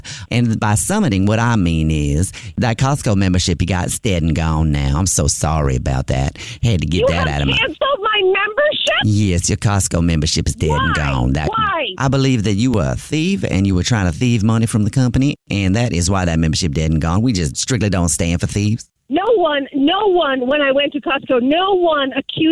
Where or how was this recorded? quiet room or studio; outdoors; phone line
phone line